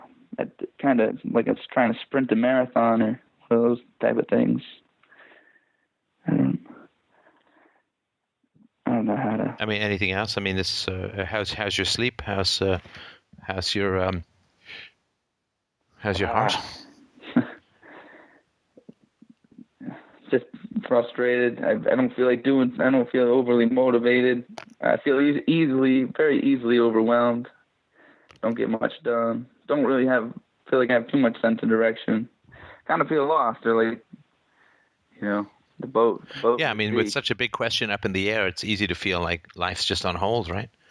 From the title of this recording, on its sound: Call In Show